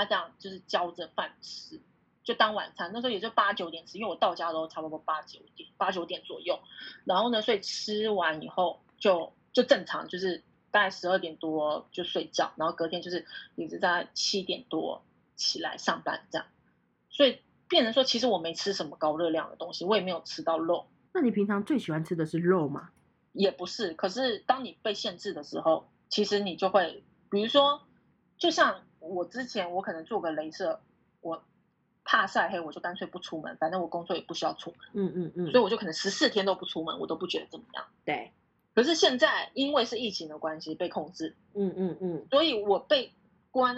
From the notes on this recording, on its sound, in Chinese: 錄製時間為2021.06.08線上錄製，有錄製品質或時間差問題，請大家多多見諒！